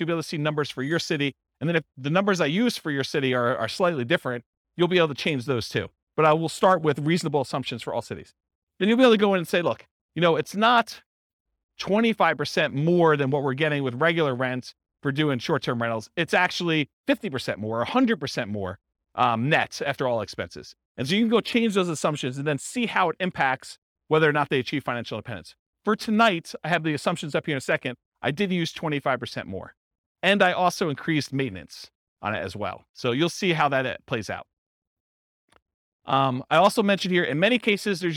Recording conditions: live audience